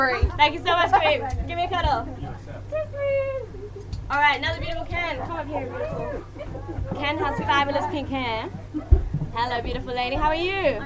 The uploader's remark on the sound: Taking live questions in an east London basement bar after a few festive beverages.